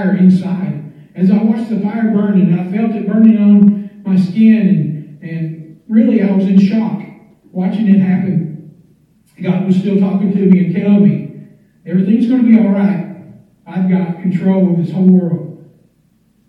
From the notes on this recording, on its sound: standing up in church and giving this message on Facebook Live